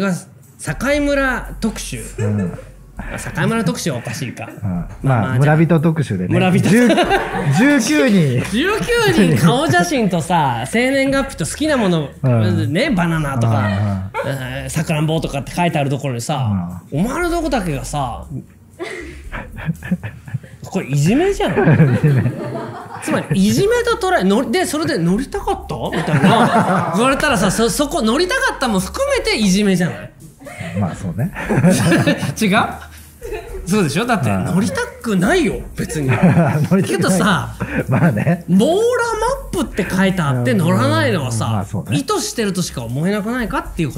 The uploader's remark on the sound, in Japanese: 公開収録より。いつもの密談を大勢の前でできるかしらと思っていたけど、むしろ、みんなが居るほうが、脳がヒートアップして、次から次へと話すことができました。